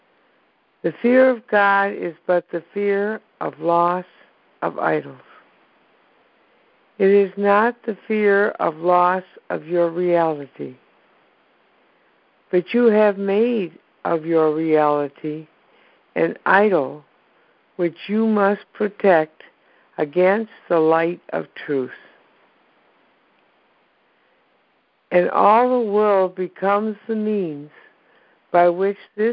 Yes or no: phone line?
yes